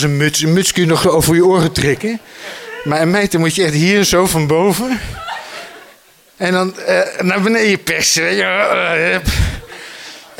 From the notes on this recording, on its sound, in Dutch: Bevond die hoek zich in Oostende voor een publiek van 1.500 kinderen.